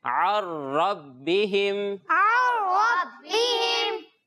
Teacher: इजहार शफवी में गुन्ना नहीं करते, मीम साकिन के बाद गुन्ना नहीं करेंगे